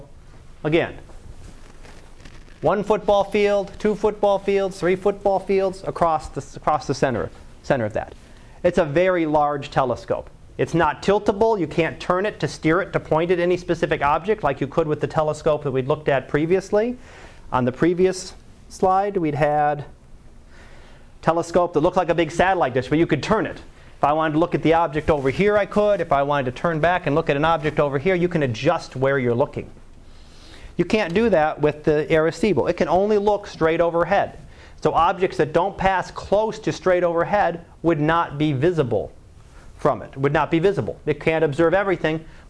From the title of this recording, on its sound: Live Class Lecture 2012 Sep 17